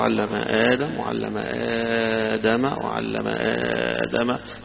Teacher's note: القراءات التي في هذه الآية: وعلم الله عز وجل آدم، هنا يسمى بمد البدل، يمده ورش أو الأزرق عن ورش، علم آدم، يمده 2 و4 و6 حركات فيها، فيقرأ: علم آدم، وعلم آدم، وعلم آدم، يمد مدا طويلا ومدا متوسطا ومدا قصيرا